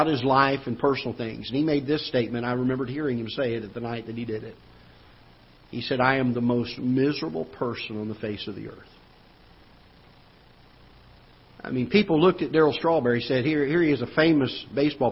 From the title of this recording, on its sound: Ketha Heights Baptist Church ~ Live Broadcast